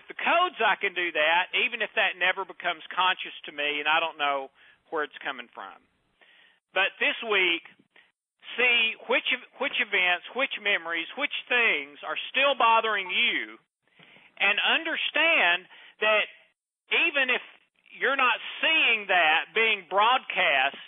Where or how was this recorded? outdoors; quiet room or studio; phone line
phone line